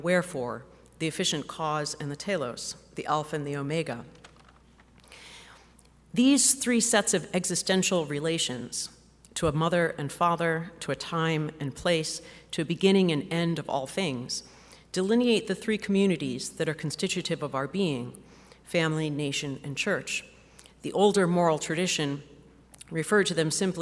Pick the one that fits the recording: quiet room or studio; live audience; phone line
live audience